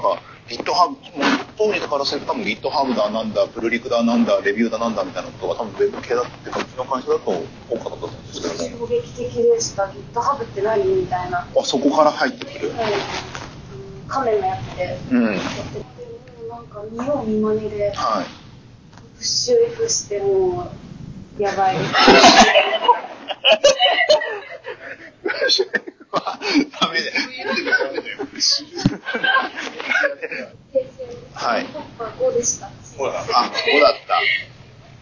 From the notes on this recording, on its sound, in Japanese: 今回収録の設定の不手際より聞き取りづらいところが多々ありますが、ご了承ください